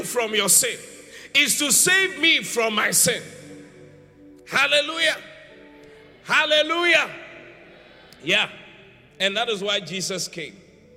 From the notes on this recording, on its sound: Preached at the Qodesh